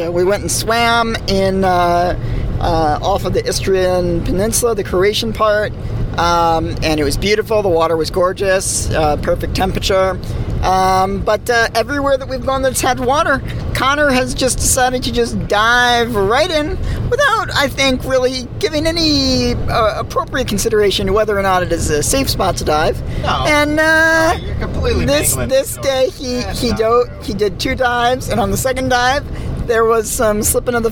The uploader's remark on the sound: Record live from Slovenia, Croatia and Italy while driving.